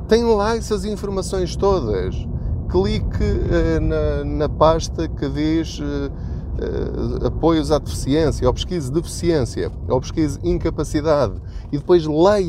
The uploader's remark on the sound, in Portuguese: Não ligue aos barulhos da viagem.